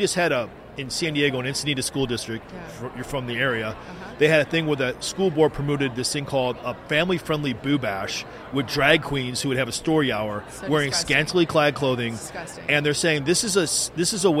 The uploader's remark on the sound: The Unity Project What’s UP? Podcast at AmFest.